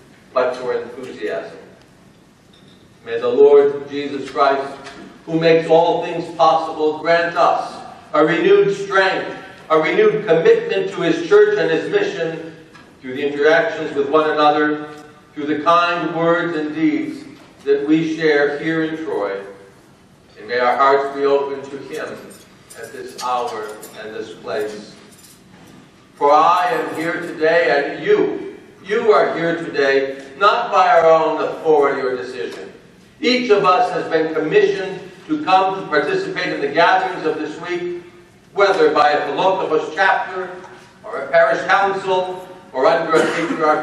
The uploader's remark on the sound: given at the Metropolis of Detroit Clergy-Laity Conference in Troy, Michigan.